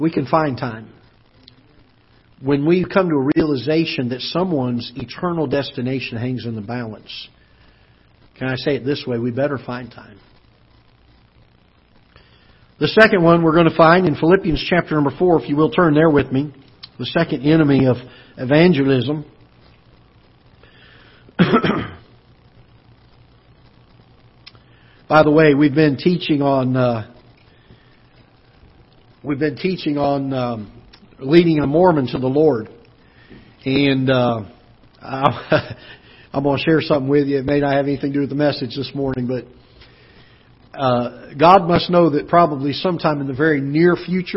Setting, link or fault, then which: setting, large echoing room